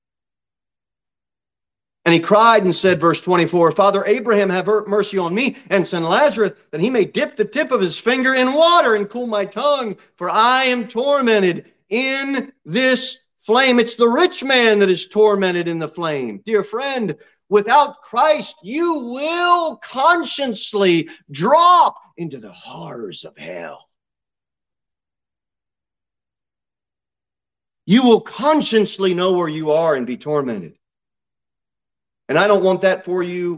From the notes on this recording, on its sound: Sermon delivered at Pilgrim Baptist Church